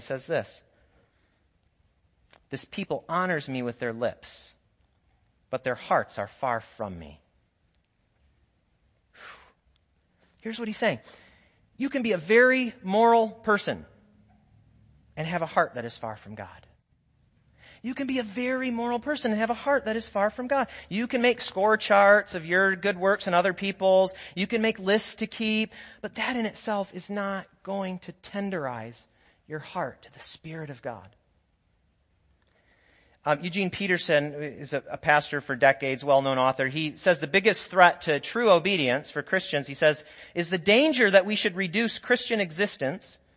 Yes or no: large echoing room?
yes